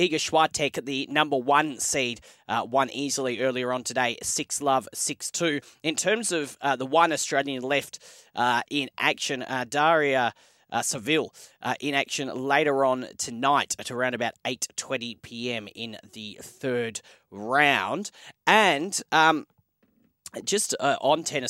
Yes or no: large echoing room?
no